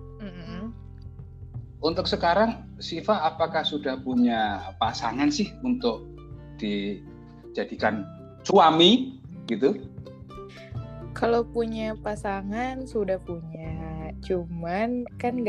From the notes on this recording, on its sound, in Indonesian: Maaf juga nih kalau suaranya kadang ga jelas, ya maklum soalnya kita podcast via online nih pake aplikasi anchor